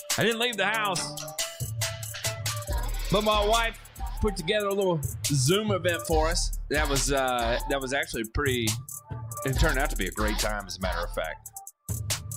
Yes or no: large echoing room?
no